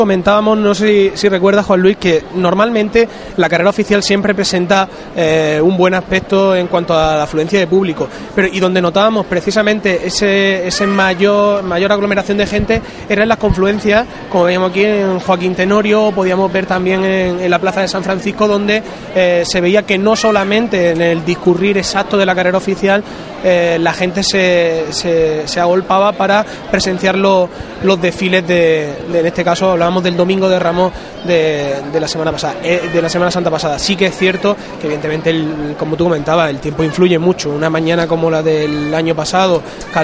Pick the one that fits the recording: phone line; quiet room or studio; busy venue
busy venue